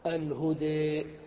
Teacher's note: الإمالة في اللغة الميل والانحراف، وفي اصطلاح أهل اللغة هو أن تذهب بالفتحة إلى الكسرة، وأن تذهب بالألف إلى الياء